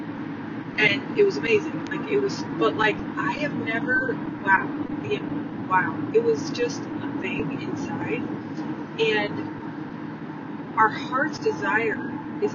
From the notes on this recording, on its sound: Please bear with my sound quality as I was driving to pick up my Dad when I recorded this episode